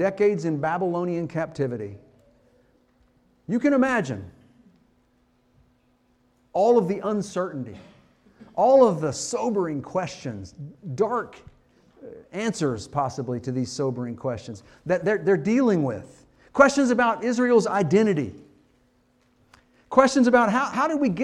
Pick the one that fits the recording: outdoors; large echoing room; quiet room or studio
large echoing room